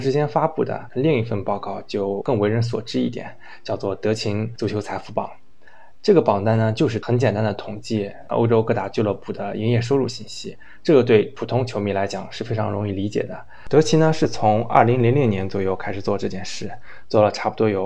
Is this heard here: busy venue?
no